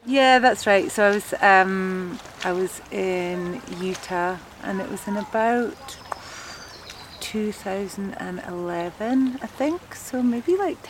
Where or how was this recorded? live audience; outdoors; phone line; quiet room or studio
outdoors